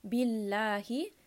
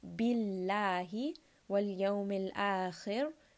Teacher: Again, this is idhar. Billahi, because the name of Allah is preceded by a kasra, the Allah in this case is light. Billahi, wal yawmil akhir, kha in this case is heavy.